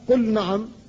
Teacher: قل نعم كذلك من أمثلة هذا، قل نعم فاللام ساكنة والنون بعدها محركة وهي مجانسة لها لكن لا ادغام، لا يجوز أن تقول قل نعم بل تقول قل نعم.